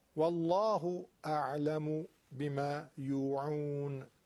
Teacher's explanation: والله لام لفظ جلاله اینجا تغلیظ میشه. تغلیظ یعنی غلیظ گفتن، همون تفخیمه.